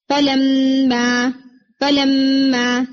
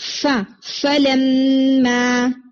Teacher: اس میں آپ کا فا اتنا کوئک ہے کہ اس کے اندر ایئر نہ تو اس کو اپنی ساؤنڈ بولنے کا ٹائم ملا ہے اور نہ اس کے اندر ایئر آئی ہے · Shown in: first take · ٹھیک ہے، تو ایئر بلو کریں پہلے، ف فلما، اس طرح سے جیسے فا او فا او ف ان ف ان، تو فا کے اندر یعنی آپ کی ایئر کی ساؤنڈ آنی چاہیے، اس کو اتنا جلدی نہ کریں کہ اس کی ایئر رک جائے.